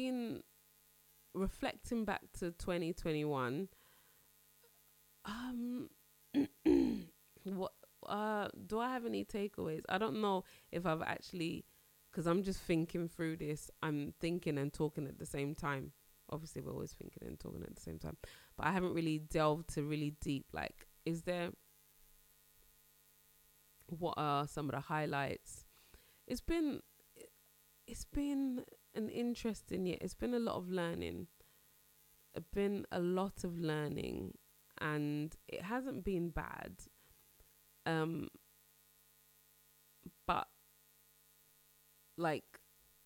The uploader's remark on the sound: Excuse the buzzing in this episode, I really don't know what was happening.